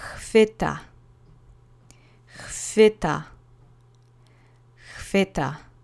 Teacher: the accent goes on the penultimate syllable, so that's the first syllable in this case